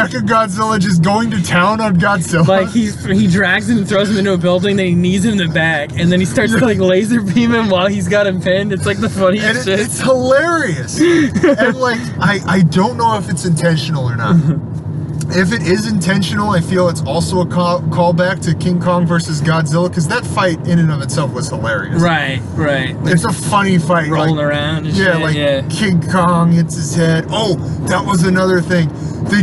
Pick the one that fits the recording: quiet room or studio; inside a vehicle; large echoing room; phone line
inside a vehicle